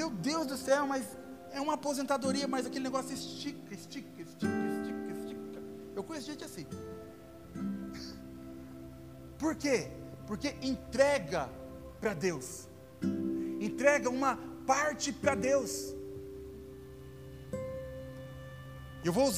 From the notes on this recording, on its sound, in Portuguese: Áudio do culto de Domingo do dia 29 de Maio de 2022.